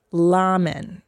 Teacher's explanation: when you go to Japan, they don't say their R's, they say L. So it's not ramen, it's lamen.